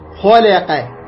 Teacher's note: اللام مرقق فيرقق الخاء، لا خ ل ق، واضح، تفخم الخاء ترقق اللام وتفخم القاف